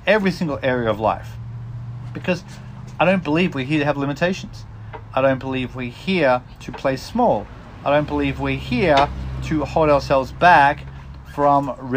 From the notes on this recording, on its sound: takes a moment on my front porch